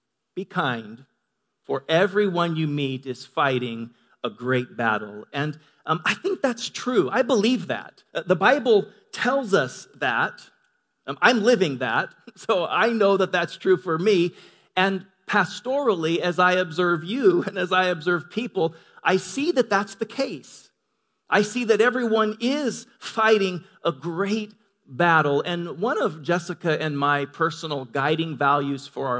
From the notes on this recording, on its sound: Delivered on 18 March 2018 at Grace Church of La Verne. Delivered on 18 March 2018 at Grace Church of La Verne.